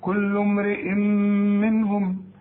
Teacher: التنوين امرئ بعد مين ادغام بغنة